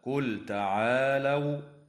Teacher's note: لام الفعل في قوله تعالى قل تعالوا، حكمها الإظهار لوقوع التاء بعدها